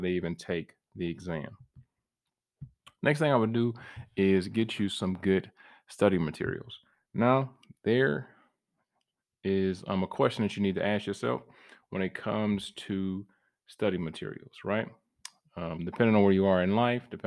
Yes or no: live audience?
no